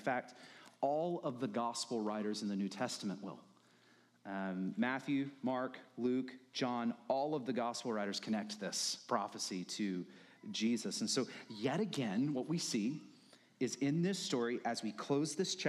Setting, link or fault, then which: setting, large echoing room